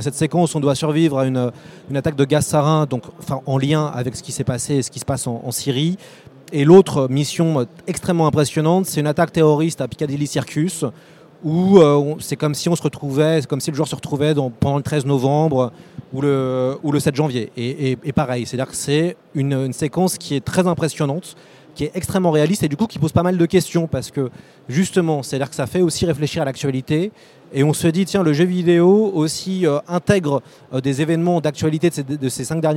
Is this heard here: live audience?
yes